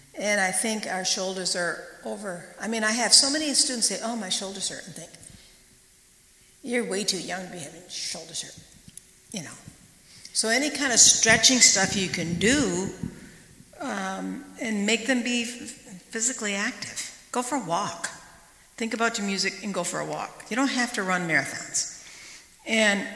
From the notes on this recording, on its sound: recorded at the 2019 Western Horn Festival